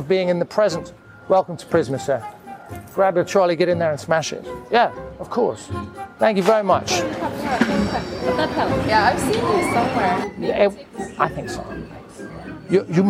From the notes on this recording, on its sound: live from the Punchline Comedy Club